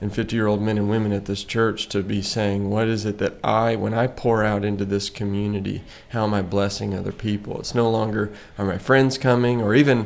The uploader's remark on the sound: This Fam Lab episode was recorded at Midnight Oil Coffeehouse in Searcy, Arkansas on the Harding University campus.